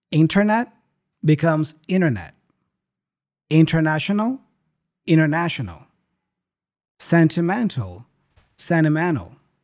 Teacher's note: When you have this NT combination, especially in American English, that T tends to go away. · Term: omission of the T